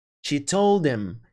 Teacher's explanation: A gente já viu também essa redução de her, his, him, essas palavrinhas com H. A gente simplesmente não pronuncia o H.